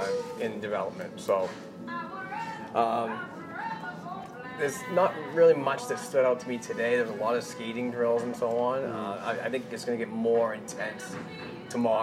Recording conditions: busy venue